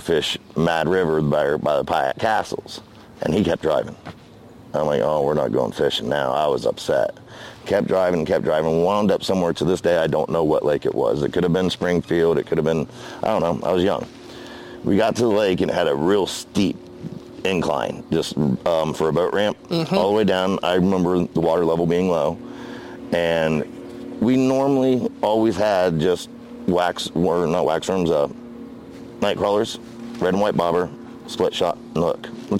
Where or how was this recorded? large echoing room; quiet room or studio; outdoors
outdoors